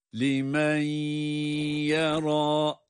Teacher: nun harfi kendisinden sonra gelen ya harfine idgam ediliyor ama tam idgam değil. · Term: İdgâm-ı me'al-gunne